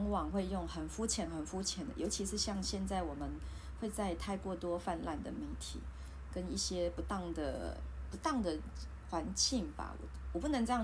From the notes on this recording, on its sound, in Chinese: 錄音設備：iPad Pro 2020